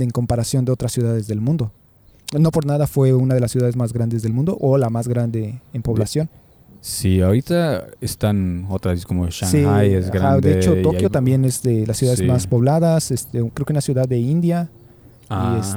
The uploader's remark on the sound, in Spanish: Este episodio lo grabamos al aire libre, en el centro de Berlín frente a las oficinas del nuevo canciller Olaf Scholz, así que una disculpa por el ruido del fondo.